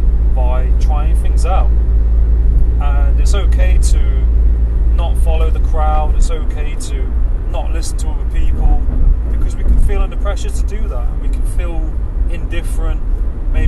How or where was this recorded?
inside a vehicle